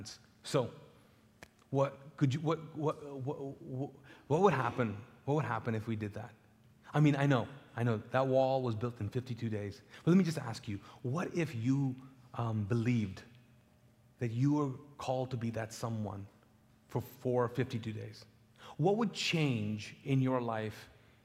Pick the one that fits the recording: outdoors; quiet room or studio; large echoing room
large echoing room